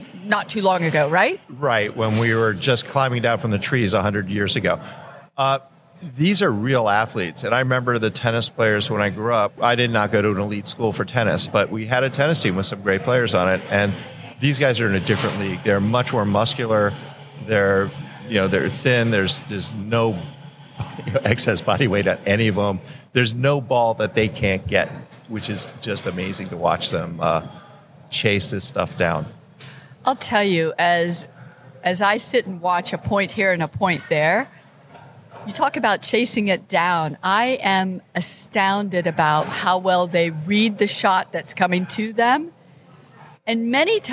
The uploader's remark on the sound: Live at the Collegiate Open